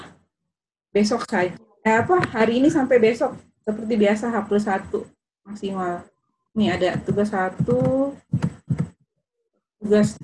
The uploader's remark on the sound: Zoom Meeting